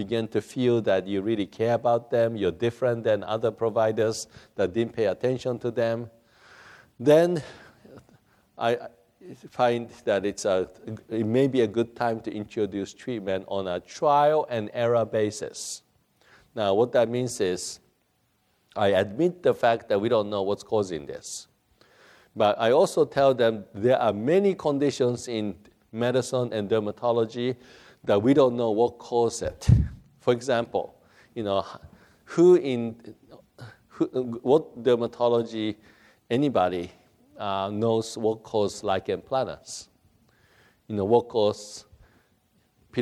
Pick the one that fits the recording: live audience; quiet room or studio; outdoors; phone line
live audience